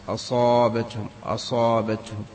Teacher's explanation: الصاد حرف مفخم لا مانع من أن ينقص من تفخيمه التام